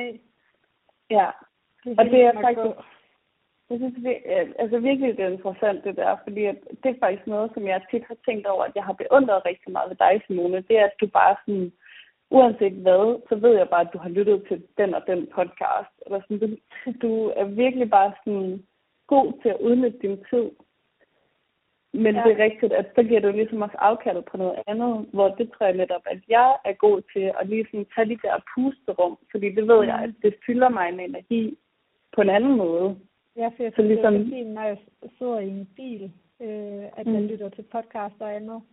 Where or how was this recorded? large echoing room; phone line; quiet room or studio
phone line